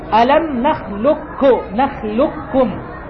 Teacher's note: يعني لا يبقى أثر للقاف. ستقرأ بكاف مشددة: ألم نخلقكم، نخلقكم، لام بعدها كاف مباشرة، ألم نخلقكم، نخلقكم، هذا إدغام تام.